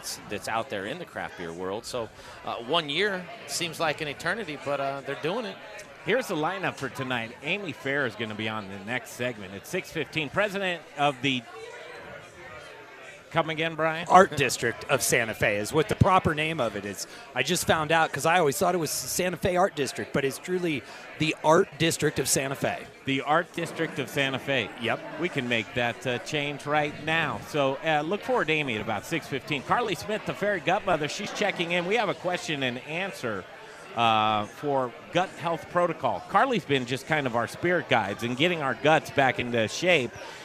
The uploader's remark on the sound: Live from Intrepid Sojourner Beer Project for their one year anniversary party!